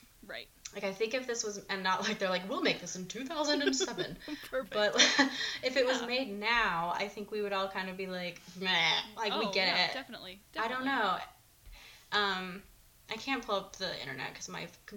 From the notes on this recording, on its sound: they both have lots of audio issues recording